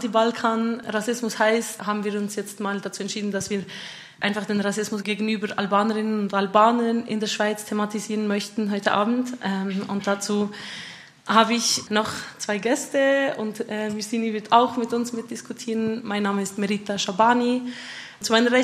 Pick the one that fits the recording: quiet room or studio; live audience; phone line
live audience